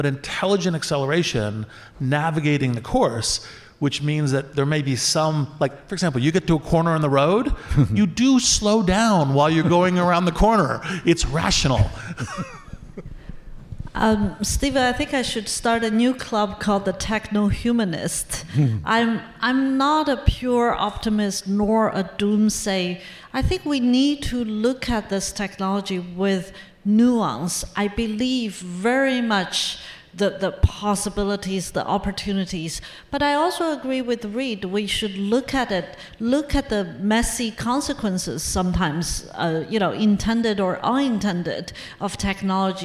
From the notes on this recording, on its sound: Live on Stage. A very special session from the recent LiveWIRED event celebrating WIRED’s 30th anniversary.